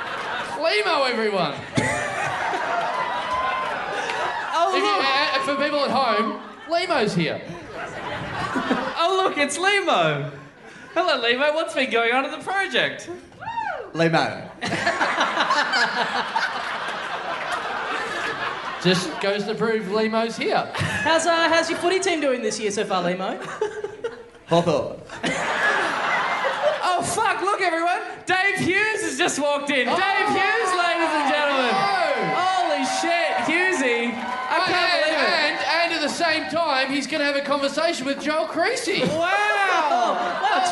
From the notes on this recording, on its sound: Recorded LIVE at The Croxton, Thornbury on June 25th, 2016.